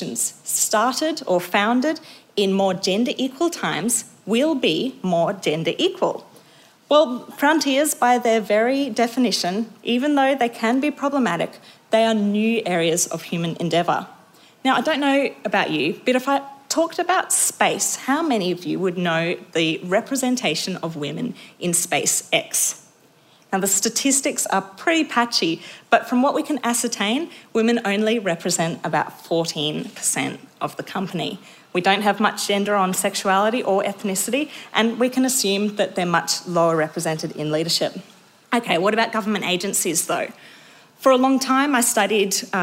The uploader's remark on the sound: Recorded live at the Future Women Leadership Summit 2023.